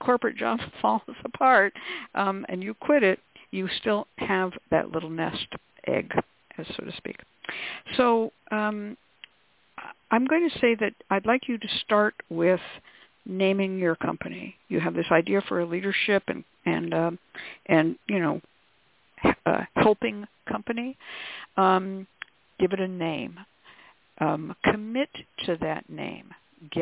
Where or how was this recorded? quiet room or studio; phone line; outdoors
phone line